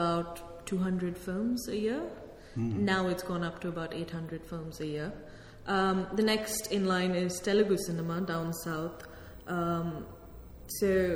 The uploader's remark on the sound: KiSSiT (Kingston Shakespeare Seminar in Theory) Work-in-Progress session. Held on the 14th of April at the Rose Theatre Kingston.